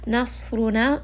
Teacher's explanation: sad is going to be heavy, and it also will have safir, meaning that it has a little bit of that whistling sound